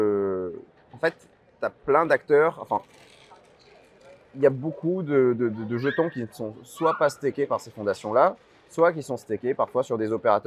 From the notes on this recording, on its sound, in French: que nous avons eu la chance d'enregistrer durant le Stable Summit à l'ETHCC